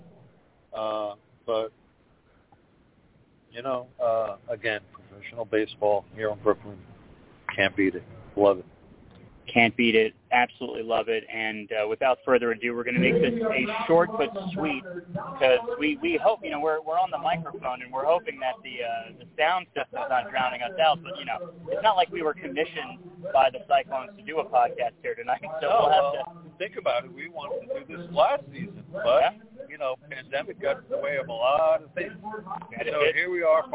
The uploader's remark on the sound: At a Historic Brooklyn Cyclones Opening Day! LIVE from the first April professional baseball game in Brooklyn since 1957.